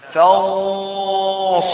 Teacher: يحدث إخفاء حقيقي لوقوع الصاد المتحركة بعد النون الساكنة، يحدث إخفاء حقيقي من ضرر حركتين بغنى فانصرنا.